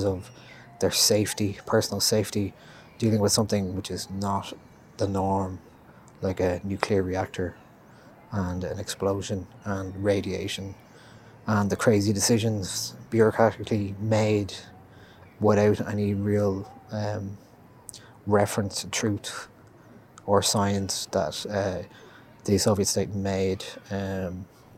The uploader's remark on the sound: Two recommendations live from Stephen’s Green.